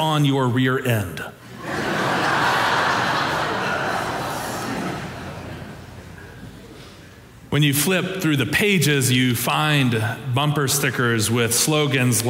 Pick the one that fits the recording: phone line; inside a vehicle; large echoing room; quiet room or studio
large echoing room